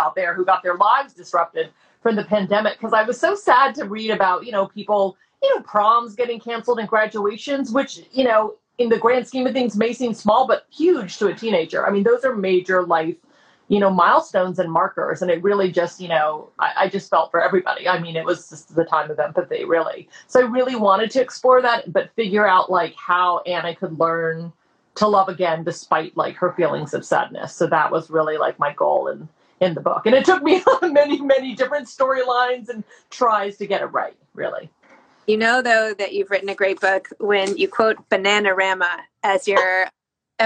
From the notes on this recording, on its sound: a recent IG Live —released here as a podcast